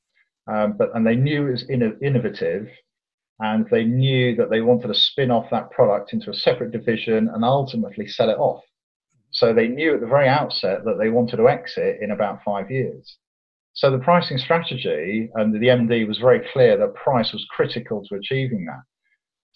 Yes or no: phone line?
no